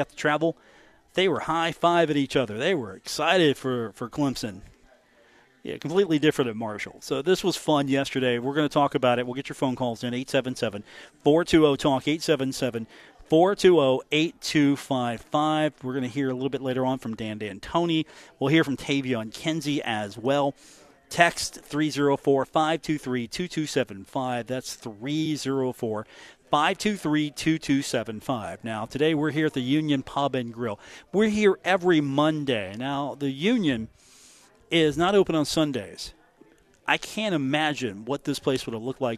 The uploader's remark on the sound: Broadcasting live from The Union Pub and Grill, 1125 4th Avenue in Huntington